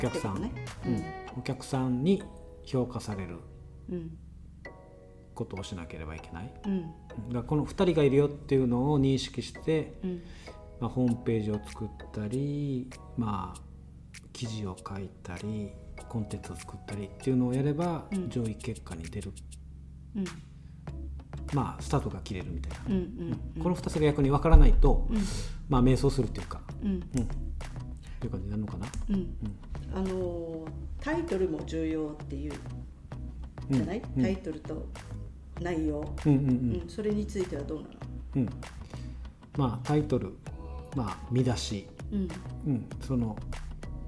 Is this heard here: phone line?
no